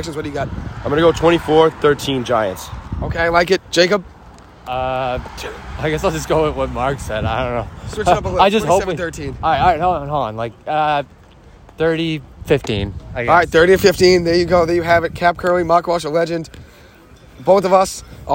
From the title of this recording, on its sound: Live from MetLife Stadium